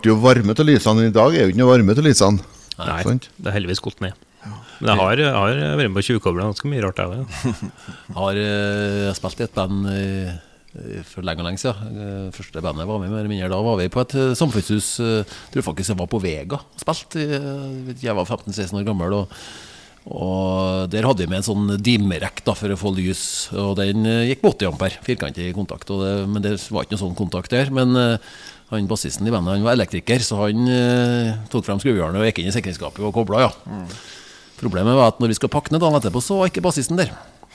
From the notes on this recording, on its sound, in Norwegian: Denne Artipodden er innspilt backstage i Meråker.